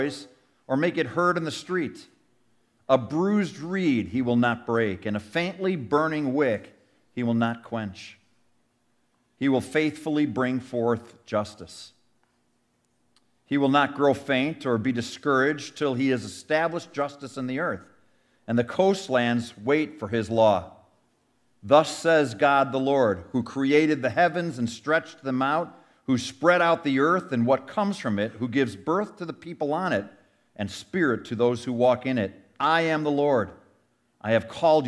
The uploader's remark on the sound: Sermon audio from our 2023 Easter Sunday service.